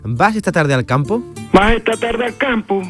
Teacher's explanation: Él mismo nos va a ejemplificar la característica más llamativa de los ubriqueños, que es la entonación de las frases. Sobre todo en las preguntas, el ubriqueño termina la interrogación en alto. Así preguntaría: ¿vas esta tarde al campo?